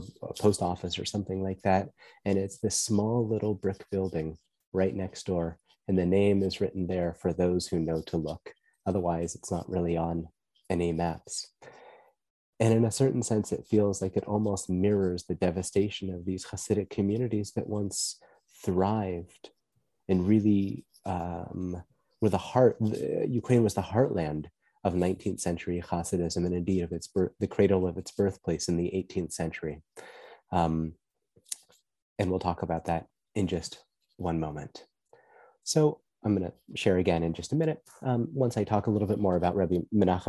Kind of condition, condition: link, video call